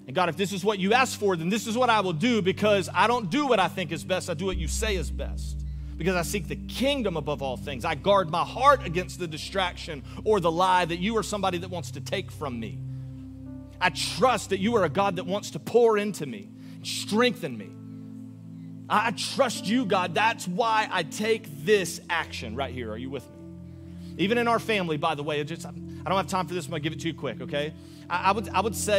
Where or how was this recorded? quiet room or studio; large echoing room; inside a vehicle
large echoing room